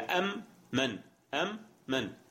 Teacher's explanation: ميم ساكنة ثم أتت بعدها ميم متحركة، فهنا يكون إدغام. هذا الإدغام عندما ندغم الآن يكون ينتج لنا ميم مشددة، فهذه الميم حقها أن تطول غنتها، كما سبق في باب أحكام الميم والنون والميم المشددتين فنقرأها هكذا: أمن أمن أمن.